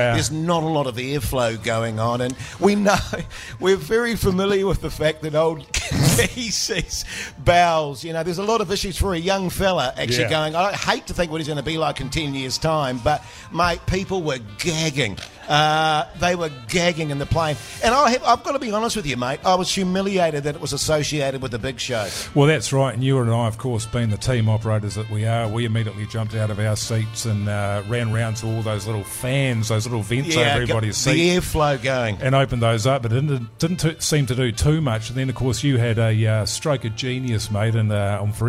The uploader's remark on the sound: The Big Show LIVE. LIVE at Shining Peak Brewing.